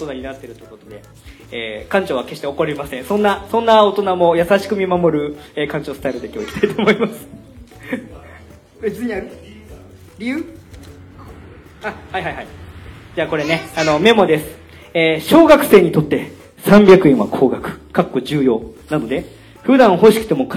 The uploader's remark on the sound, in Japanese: 春の親バカフェスタ2019 in KAGAWA（公開収録）。番組初のイベント、 「春の親バカフェスタ2019 in KAGAWA」の前半戦で行った 公開収録。